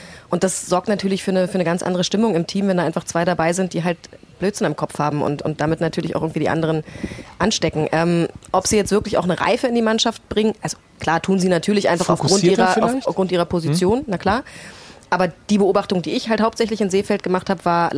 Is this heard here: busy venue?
yes